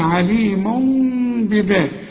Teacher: ما أقفلش شفايف هنا، يبقى في انفراج في الشفايف بسيط جدا علشان أطلع نص ميم كده · Term: إقلاب مع الإخفاء مع الغنة